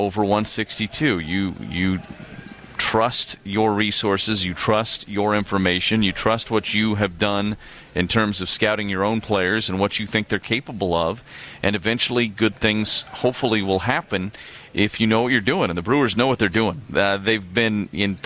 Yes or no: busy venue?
yes